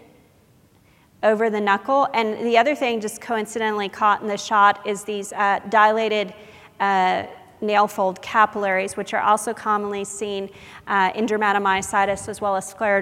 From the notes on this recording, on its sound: Audio podcast from the 8th Annual SDPA Fall Dermatology Conference in Grapevine, TX.